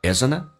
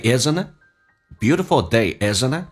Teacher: Ironic 讽刺的， isn't it 重点是在后面， isn't 跟 it 它的连音的方式不是用成 isn't，而是 n 跟 t 在一起，一般是把 T 去掉，用前面的 N 跟后面的元音形成个连音